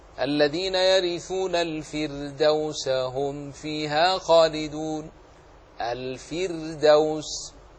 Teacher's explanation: الراء الساكنة وقعت بعد كسر أصلي ولم يأتي بعدها حرف استعلاء ترقق